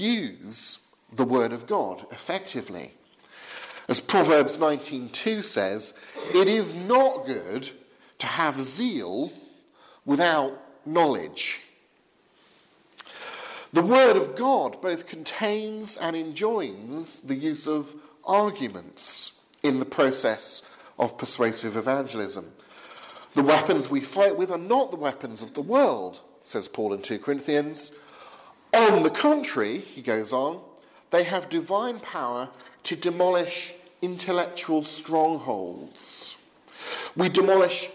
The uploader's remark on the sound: from the 8 am service at Highgfield Church Southampton, Sunday 16th October 2016.